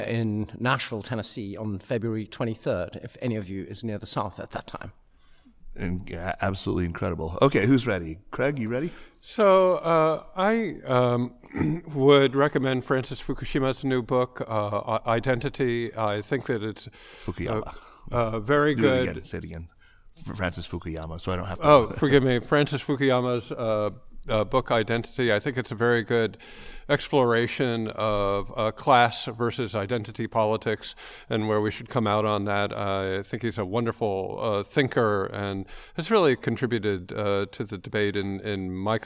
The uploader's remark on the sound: We’re live from the US-China Business Council’s Forecast 2019 Conference in Washington, D.C.